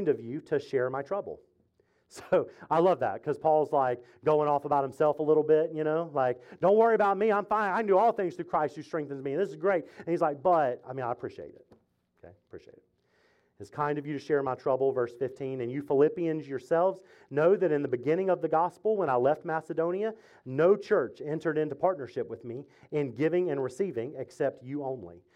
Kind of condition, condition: setting, large echoing room